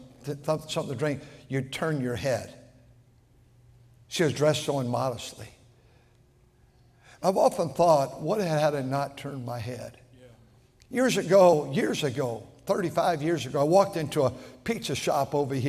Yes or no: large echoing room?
yes